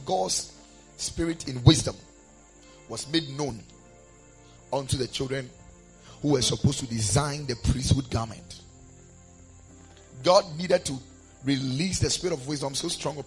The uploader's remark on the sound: Preached at the Ekklesia Chapel.